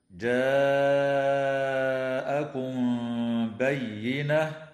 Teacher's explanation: وتخفى الميم الساكنة عند الباء مع الغنة